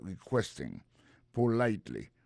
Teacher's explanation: Dans mot requesting là, ouais, accent tombé sur deuxième syllabe là